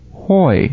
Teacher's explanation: So instead of saying oi, it would be pronounced correctly hoi, the h sound · Term: rough breathing